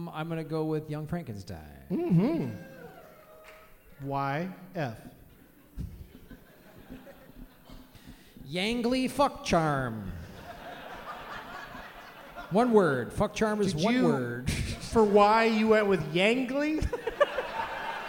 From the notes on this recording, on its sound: Live from the Neptune Theatre in Seattle